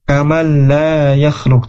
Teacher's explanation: huruf nun ketemu dengan huruf lam. Nah, ini tidak gunnah ya, bila gunnah atau idgham bila gunnah.